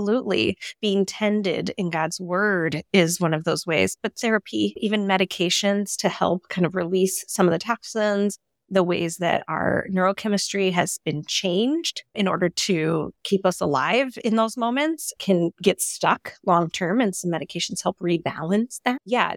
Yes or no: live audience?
no